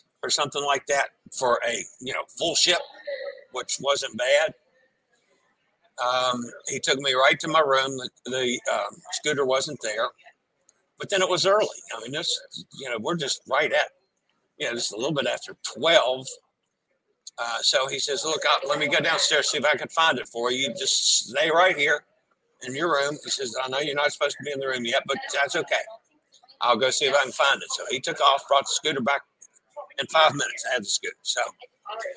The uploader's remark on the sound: LIVE from the Norwegian Breakaway and the Vloggers Extravaganza